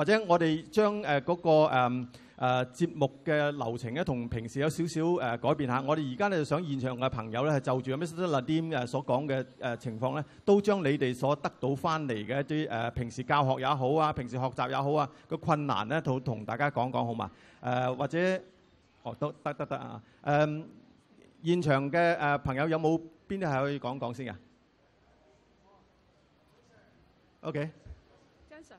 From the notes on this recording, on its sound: 舉行地點: 維多利亞公園涼亭. Venue: Band Stand, Victoria Park.